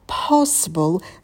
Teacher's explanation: Тебе полезно знать эти правила. Possible — на «п» добавляем придыхание.